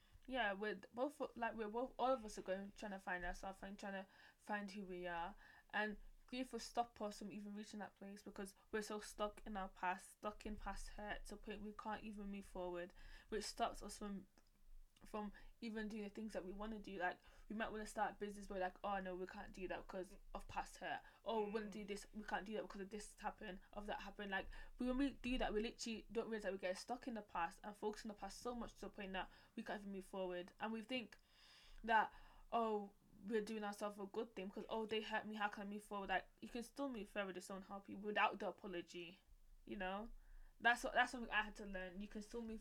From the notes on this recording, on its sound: Please listen with earphone sorry for how low the audio is we are getting it sorted.